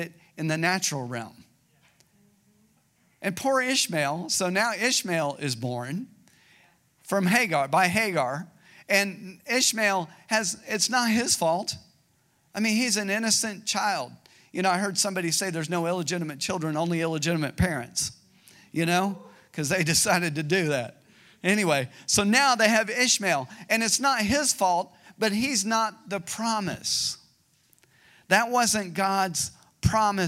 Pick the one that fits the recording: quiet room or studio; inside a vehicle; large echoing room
large echoing room